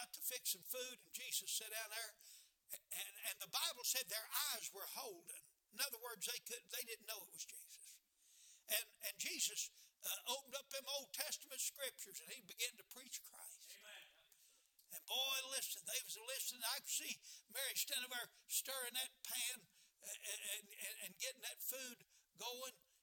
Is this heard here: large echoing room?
yes